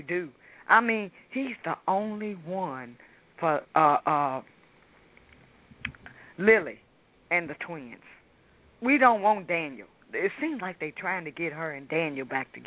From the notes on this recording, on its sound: A discussion show where fans can call in and voice their opinions.